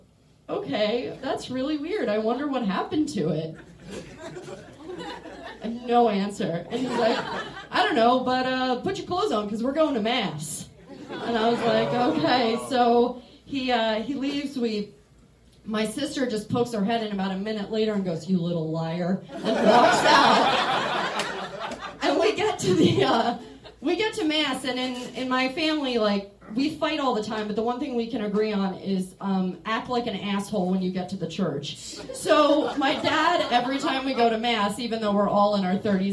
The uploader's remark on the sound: Recorded at our live show.